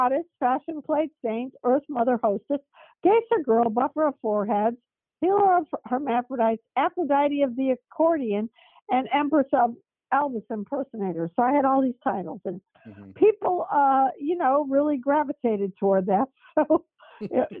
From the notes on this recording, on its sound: This phone interview is being released uncut and with no promos or sponsors.